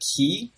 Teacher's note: our tongue is so far forward that the aspiration on it actually kind of comes out as a palatal fricative. So if you try to slow down the release of the K in the word key, you're going to end up pronouncing a palatal fricative.